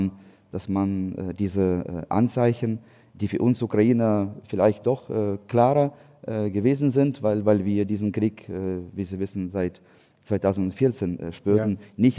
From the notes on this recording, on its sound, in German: das beim Podcastfestival von ZEIT ONLINE live aufgezeichnet wurde